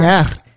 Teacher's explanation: In Indonesian, my Indonesian friends, they call me Ker, like with the rolled R